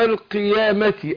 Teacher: استعلاء اقصى اللسان لاعلى ناحيه اللي هي الحنك الاعلى · Term: الاستعلاء